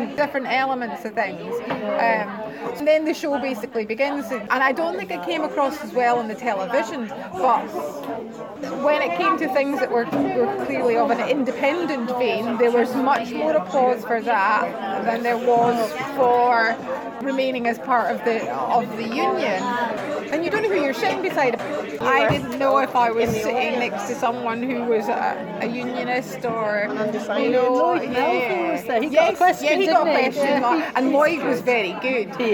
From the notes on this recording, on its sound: get out and about in the Bowmar community cafe in Alloa, in the audience for BBC's Debate Night, at the Radical Independence conference in Glasgow